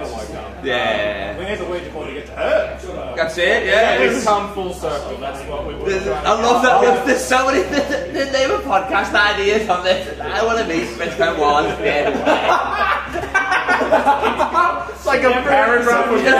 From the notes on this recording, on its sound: Live from Grassroots Comedy Club